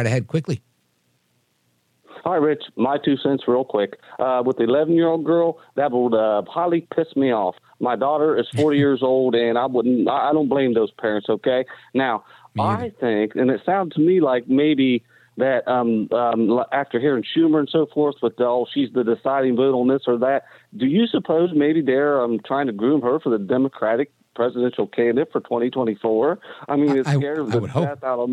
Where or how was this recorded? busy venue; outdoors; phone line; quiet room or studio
phone line